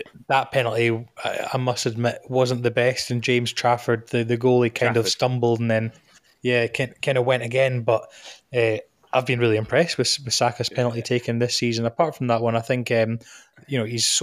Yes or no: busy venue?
no